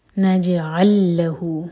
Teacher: ہیں ہم ادغام متماثل، تو ہم پڑھیں گے نجعل له، مطلب ایک ہی لام کو اسٹرانگ کر کے پڑھا جائے گا